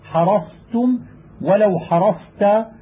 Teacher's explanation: فيجب أن يبين الإطباق في الصاد إذا أتت بعدها التاء المذكورة